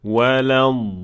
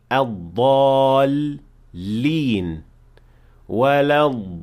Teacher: Without extending the lam whatsoever. · Shown in: second take · Term: duplicating the lam